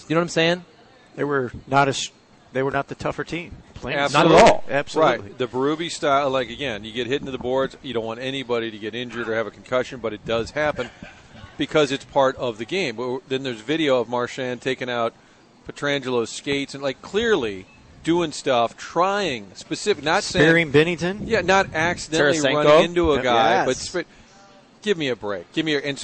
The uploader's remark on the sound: Broadcasting live from Schnucks off S. Grand.